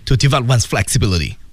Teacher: develop 这是快的，因为都是短音， flexibility 还是快的，因为 flexibility 全是短音